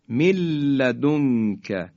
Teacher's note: نون ساکن در لام ادغام میشه و این دیگه بلا غنه است. ملدون که همراه به مکس هم نیست.